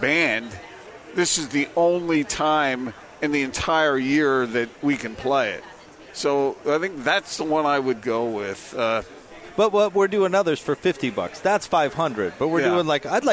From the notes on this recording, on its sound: LIVE at The Road Home mediathon.